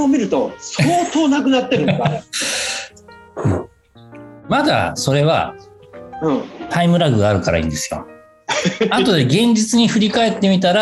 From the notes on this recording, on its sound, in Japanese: 先週に引き続き、ZOOM 収録を行っております。